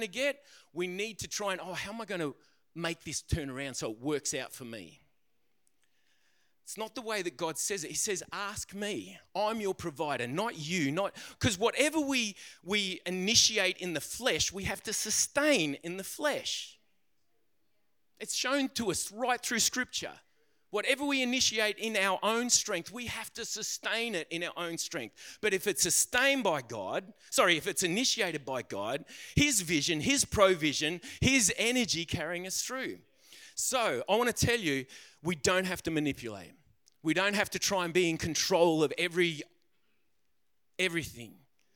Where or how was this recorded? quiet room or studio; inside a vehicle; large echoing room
large echoing room